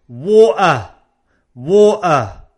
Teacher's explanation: Entonces yo digo water. O menos formal, no se pronuncia la T.